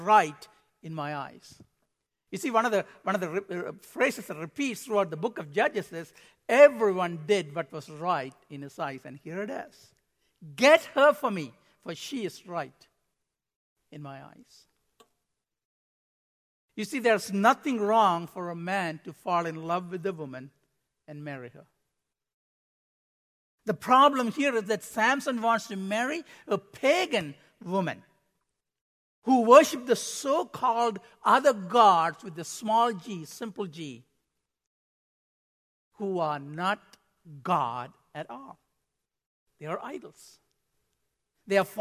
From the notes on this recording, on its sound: Midland Evangelical Free Church Sermon Audio